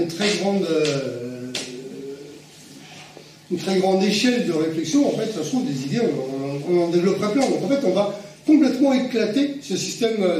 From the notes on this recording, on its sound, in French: Conférence-débat organisée par Attac 93 Sud le 27 janvier 2022 à Montreuil